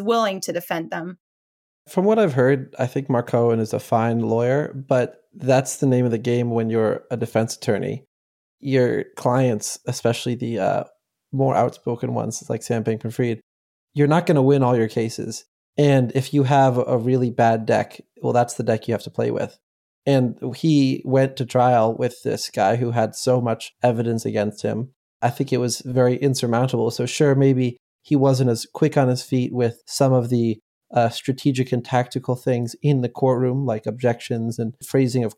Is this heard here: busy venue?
no